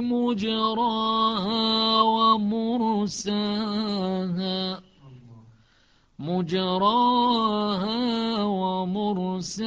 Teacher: أولا بضم الميم شعبة، وثانيا بعدم الإمالة